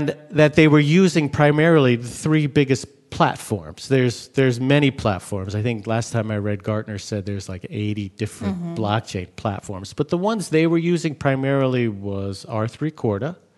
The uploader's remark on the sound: Intel Chip Chat Live - HPE Discover - 2017